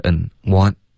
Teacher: Want 这个 n 的音咬舌尖，然后尽量导致一个干脆的停顿，别发成 one